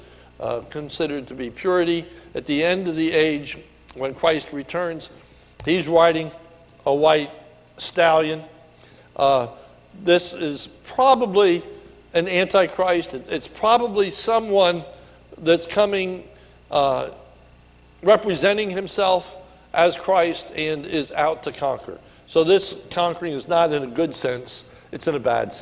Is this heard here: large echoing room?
yes